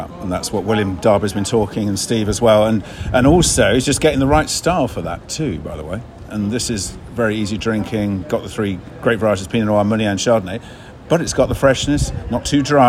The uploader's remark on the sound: at York for the first day of the Ebor Festival